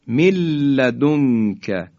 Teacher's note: این دیگه نون کاملا از بین میره و دیگه هیچ غنه ای هم باقی نمیمونه و ما حرف را رو مشدد میکنیم · Term: بلا غنه